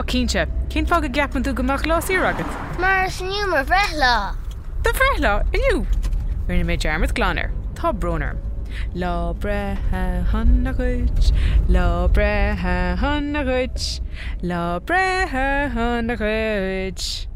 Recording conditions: inside a vehicle